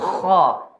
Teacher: Uh, diusahakan tidak membentuk bulatan O ya. Uh, bibir kita tidak membentuk bulatan O seperti kho.